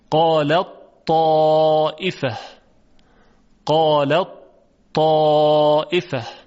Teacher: حرف تی دو نقطه به طور کلی ادغام میشود در حرف تا، پس به تی دو نقطه اینجا میگن مدغم قالت، و به تا میگوین مدغمون فی.